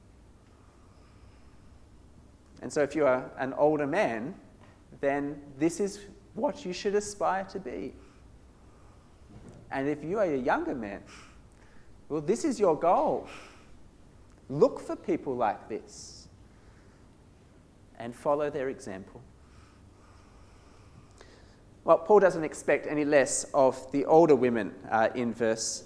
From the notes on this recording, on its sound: This sermon was preached at St Mary's Cathedral, KL on 10th December 2017